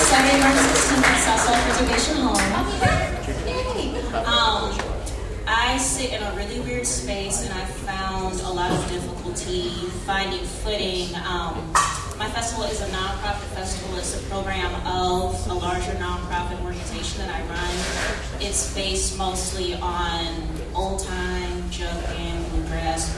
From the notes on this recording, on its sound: Hear Fort Worth Town Hall. It was a very well-attended event, and it was great seeing so many people come together and actually care about what is going on in our scene. This is audio of almost the entire event, we left midway through the Q&A due to previous commitments.